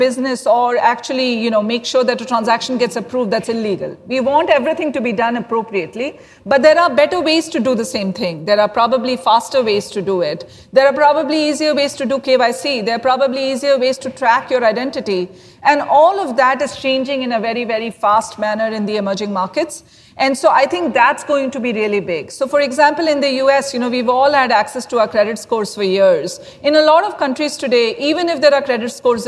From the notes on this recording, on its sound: This special episode was recorded at LendIt Fintech LatAm in Miami.